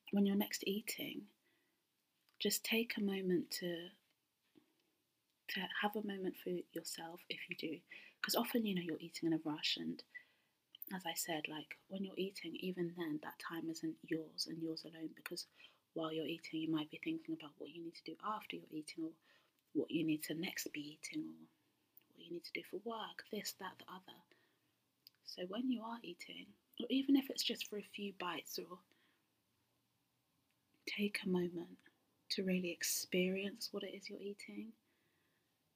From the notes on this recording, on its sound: I don't have my normal microphone so there is some audio issues